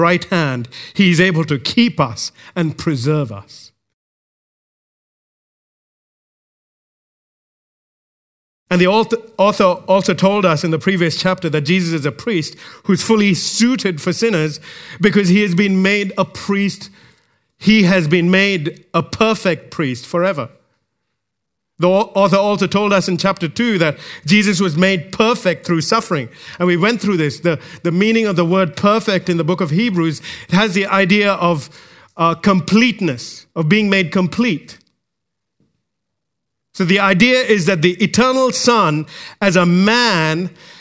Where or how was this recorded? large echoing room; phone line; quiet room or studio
large echoing room